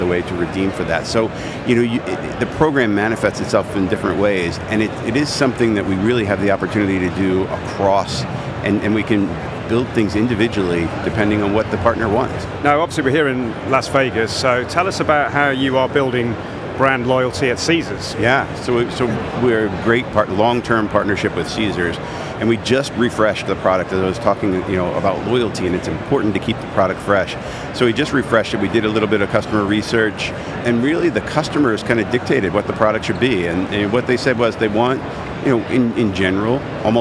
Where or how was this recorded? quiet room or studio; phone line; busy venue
busy venue